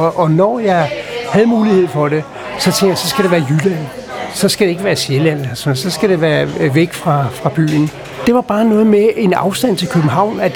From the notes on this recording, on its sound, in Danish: Optaget på Axelborg Bodega, København.